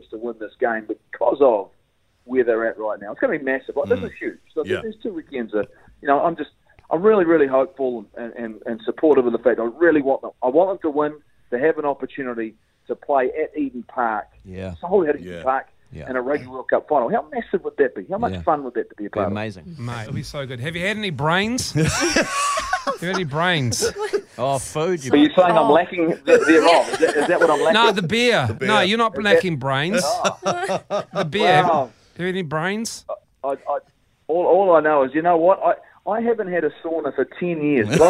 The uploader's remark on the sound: joins us on the phone all the way from Wales